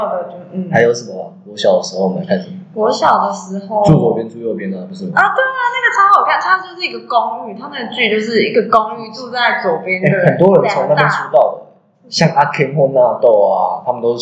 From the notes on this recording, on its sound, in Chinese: 掰惹為這一集因為錄音場所有換。所以回音比較重。因為這次錄音地點找得比較臨時XDD回音嚴重的部分真的十分抱歉。